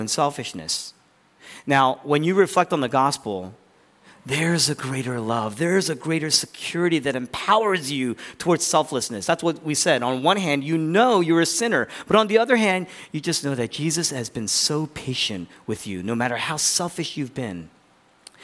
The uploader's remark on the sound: was originally preached in East Falls, Philadelphia on July 16, 2023.